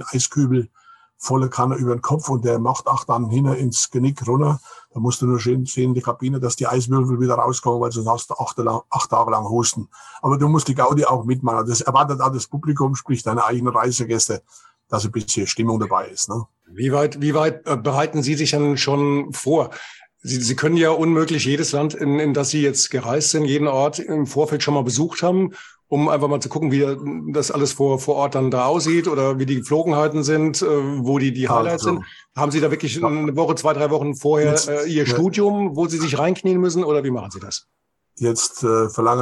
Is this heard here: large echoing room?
no